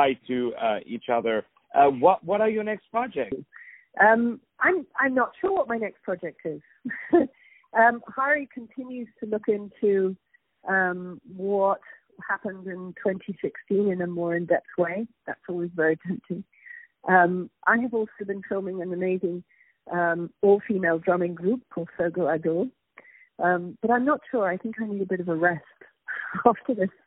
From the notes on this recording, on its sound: On the phone